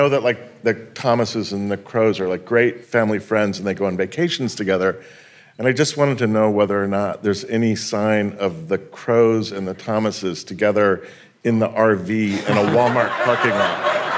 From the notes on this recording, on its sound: Live from the Logan Symposium on Investigative Reporting at UC Berkeley’s Graduate School of Journalism